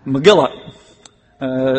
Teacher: My English pronunciation wants to call it that, but every source that I've looked at that gives a Hebrew pronunciation puts the emphasis on the second syllable. Megillah. So it is five books in the Bible that are put in this particular scroll.